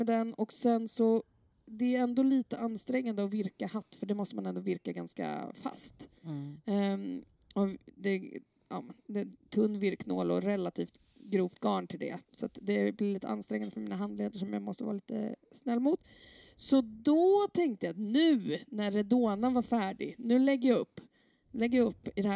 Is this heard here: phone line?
no